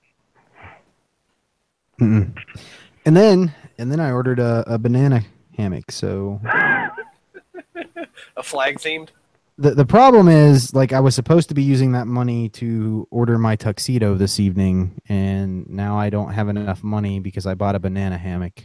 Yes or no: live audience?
no